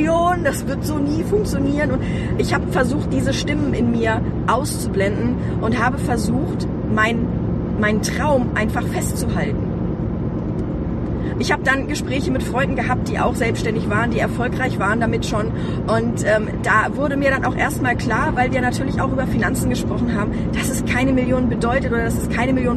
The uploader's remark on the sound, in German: Diese Episode ist ein bisschen anders als die anderen Episoden, weil ich sie im Auto aufgenommen habe.